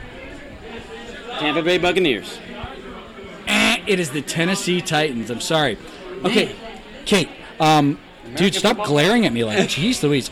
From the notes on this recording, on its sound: We are live at the ZimVie Dental Annual Sales Meeting. This meeting was a ton of fun and held in Palm Beach Gardens, FL at PGA National Resort.